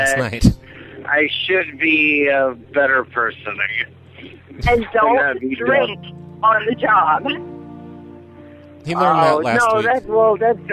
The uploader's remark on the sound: RBCP's Personal Prank Phone Calls Collection